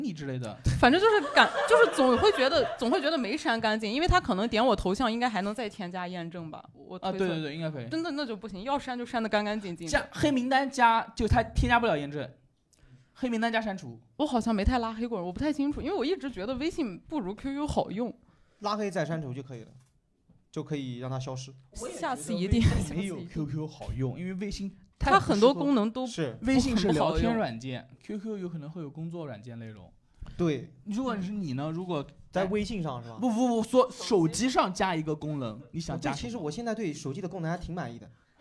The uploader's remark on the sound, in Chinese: 现场观众